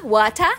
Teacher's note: o italiano coloca um a, wata, em vez de what · Term: vogal epentética